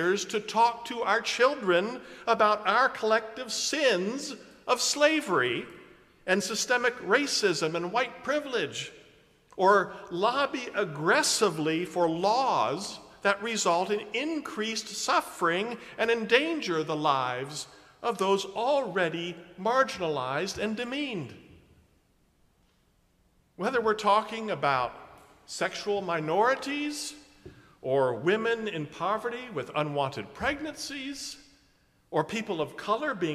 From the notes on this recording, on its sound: preaches at a Park View Mennonite Sunday morning service